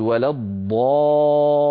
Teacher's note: فلما نقول ولا الضال، ننطق لامين، لام ساكنة يتلوها لام مكسورة. فالألف في الضالين أتى بعدها سكون، هذا السكون هو الذي جعل مبررا لتطويل الألف عن حركتين، من هنا سمي هذا المد مد فرعي. · Term: المد اللازم